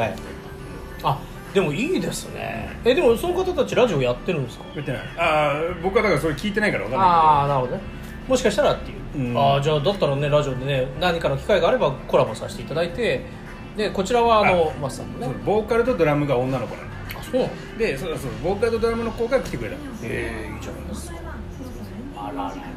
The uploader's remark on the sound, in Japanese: 薫り豊かなお店でお届け